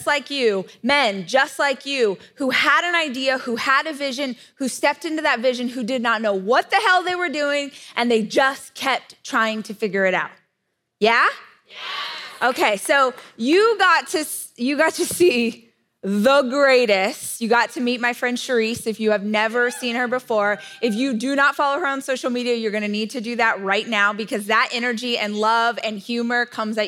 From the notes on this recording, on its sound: This is the 'How She Built This' panel from Rise Conference, 2021.